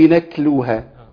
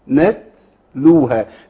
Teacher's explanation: المخرج عند خروج الصوت انتقل الى اقصى اللسان، يبقى حضرتك اكيد ابدلت التاء بكاف · Shown in: first take